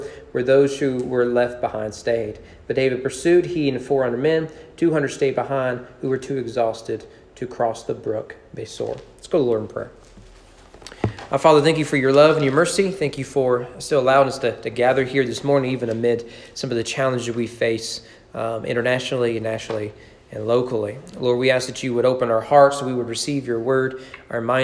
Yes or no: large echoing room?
yes